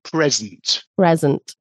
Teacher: And where do we put the stress on the present as it's a thing? It's at the beginning.